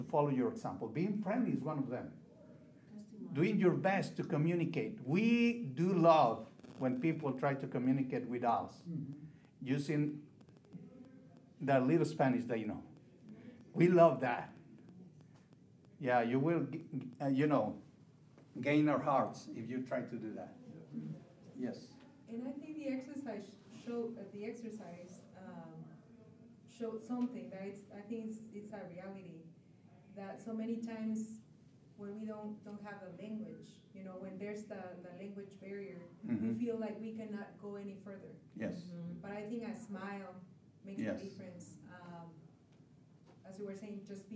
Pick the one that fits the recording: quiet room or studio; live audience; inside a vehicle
live audience